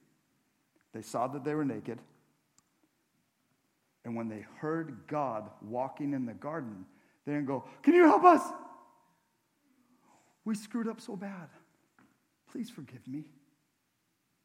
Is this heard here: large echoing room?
yes